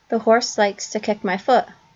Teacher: we call it a T glottalization, where the T is actually getting dropped in a way. A lot of us drop it a little bit, but in some of these speakers, it's dropped in a way that's very salient.